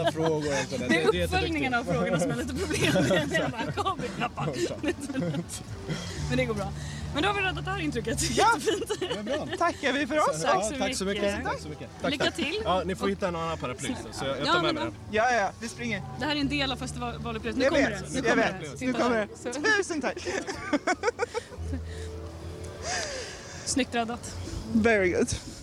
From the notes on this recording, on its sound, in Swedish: Vi smygstartar säsong två med årets Södertäljefestival! Pratar med Södertäljebor.